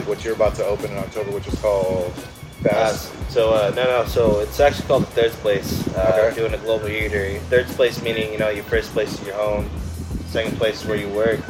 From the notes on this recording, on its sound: Live from the San Joaquin River. As he cooks up some Oyster Mushroom Tacos (Fresno River Tacos).